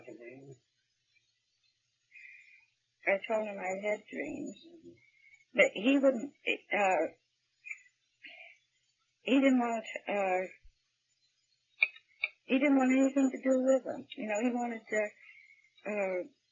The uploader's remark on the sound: WARNING: Poor audio quality, raw, and uncut.